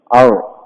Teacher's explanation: والحقيقة أنهم لما سووا عملية لحس في اللسان على الحنك ماذا صنعوا؟ ما نطق الراء، صارت شبيهة بالغين